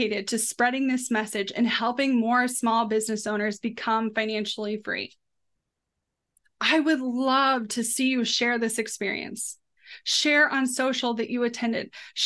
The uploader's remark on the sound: Listen in on the phenomenal live webinar we offered this week.